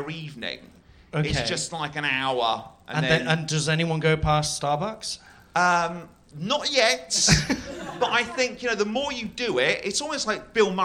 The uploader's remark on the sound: LIVE for the first time at the Phoenix